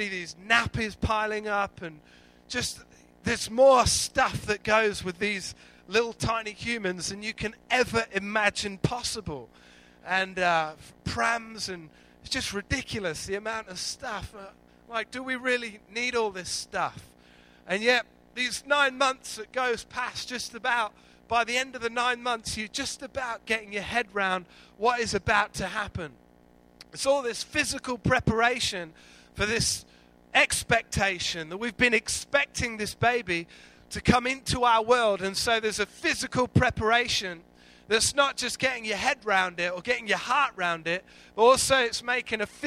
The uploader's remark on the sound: Recorded live at Life Church on Sunday 23rd February 2014.